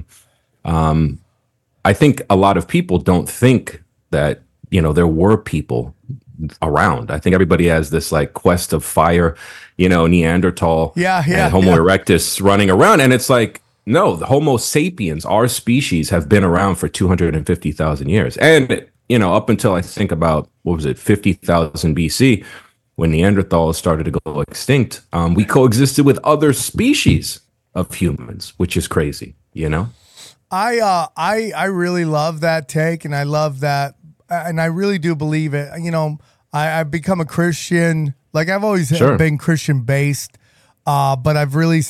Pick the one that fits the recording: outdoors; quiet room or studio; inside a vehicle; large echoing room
quiet room or studio